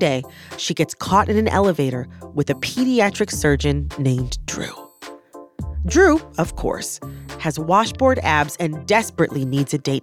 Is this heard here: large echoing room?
no